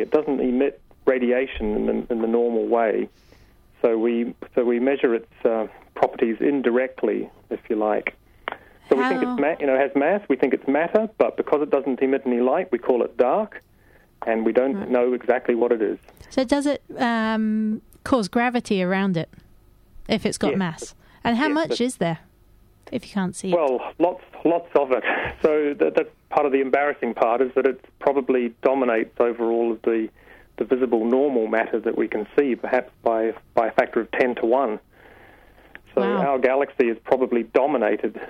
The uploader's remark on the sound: Over the phone. In the studio.